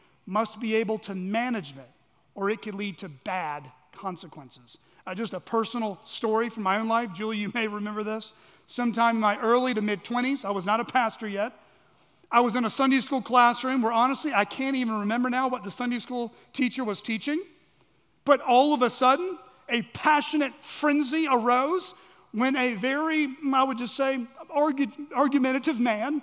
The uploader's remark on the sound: at Chaffee Crossing Baptist Church in Barling, AR.